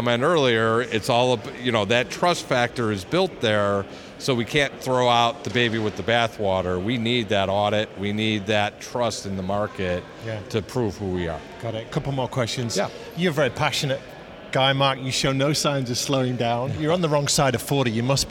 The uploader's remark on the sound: We hear more live interviews from the recent International Accounting Forum and Awards 2022 which took place in London recently. Enjoy the live buzz of the event!